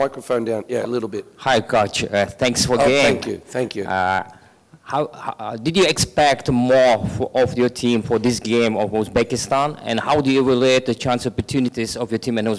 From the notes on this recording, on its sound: Post-Match Press Conference. At the post match press conference.